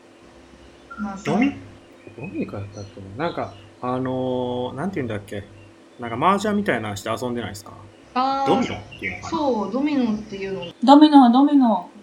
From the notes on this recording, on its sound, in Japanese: 音質が不安定です、ごめんなさい。